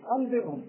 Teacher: وبعدها باء. اللي بيحدث في الإقلاب أنك تقلب النون الساكنة ميم، هذا أول عمل. العمل الثاني تخفي الميم عند الباء.